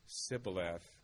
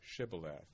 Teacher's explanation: So it was sort of a reverse lisp, I guess, that they couldn't say the sh. · Shown in: first take · I think their language lacked sh sound altogether.